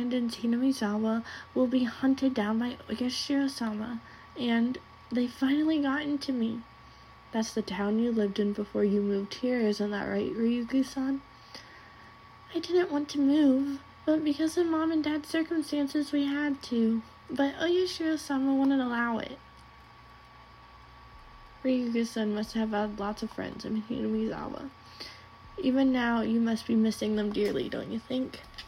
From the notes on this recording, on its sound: This one has the background sound